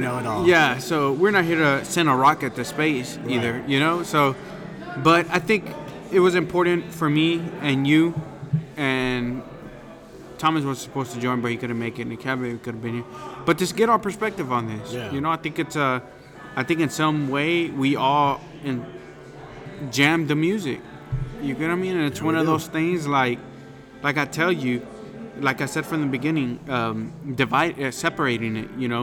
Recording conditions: busy venue